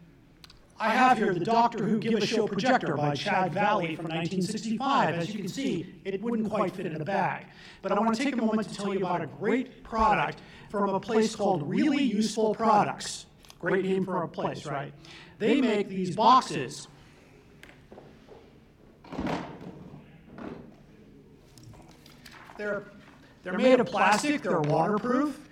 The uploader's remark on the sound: Here is the live recording from Chicago Tardis!